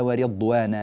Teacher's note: الضاد هنا في كلمة ورضوانا لا بد من العناية بها بحيث تكون ظاهرة وجلية ومفخمة تمام التفخيم، ولا ينبغي أن نقول ورضوانا ورد فتصير الضاد كالدال، هذا